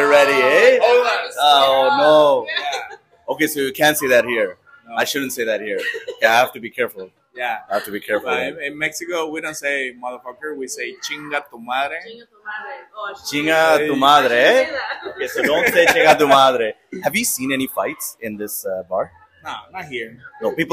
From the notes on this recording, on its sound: We recorded this episode at El Tasting Room in Puerto Vallarta, Mexico.